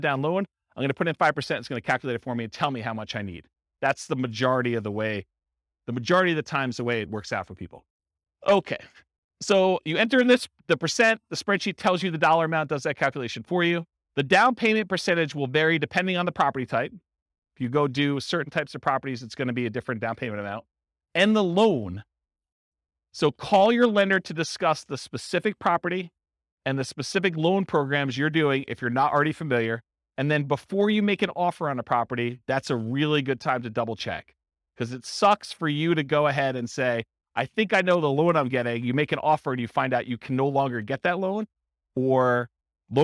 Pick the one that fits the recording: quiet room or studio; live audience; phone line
live audience